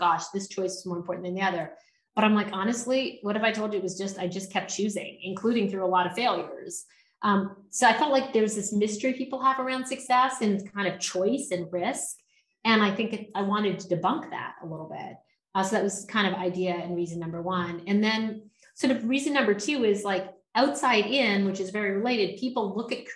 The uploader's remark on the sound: For a live virtual chat. In a virtual fireside chat.